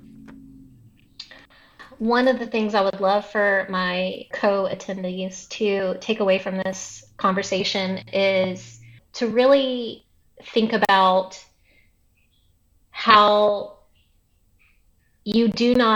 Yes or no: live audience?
no